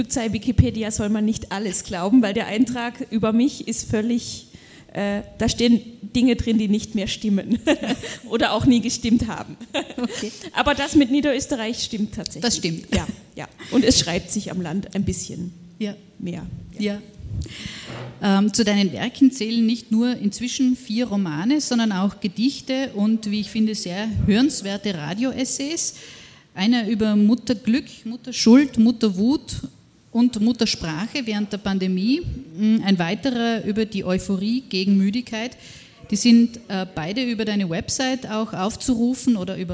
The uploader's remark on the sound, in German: Bei der Literaturmeile Zieglergasse. Dass es sich um die Aufnahme eines Live Podcasts handelt, kann man daran erkennen. An den leisen Hintergrundgeräuschen in der Konditorei Frömmel.